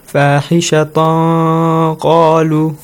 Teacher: The rule ikhfa is applied, and that means you should hide it. Sound of noon or tanween.